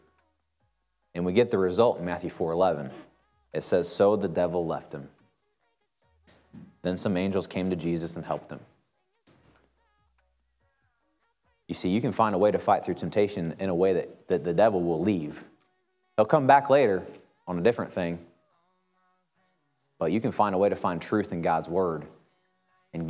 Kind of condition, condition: setting, large echoing room